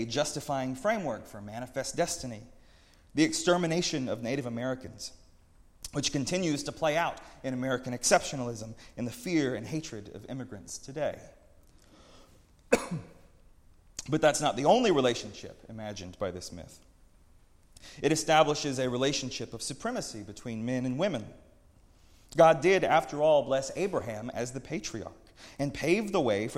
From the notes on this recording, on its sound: preached at Northminster Church on March 17, 2019